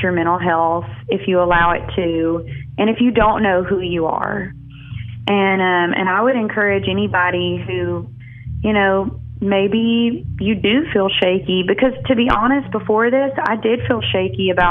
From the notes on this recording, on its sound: Joins the MY-101.5 morning show by phone.